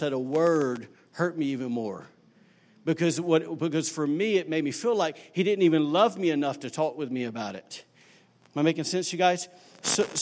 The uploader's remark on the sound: recorded on Sunday, December 2, 2018, during service at The Anchor Church in Rockport, Maine.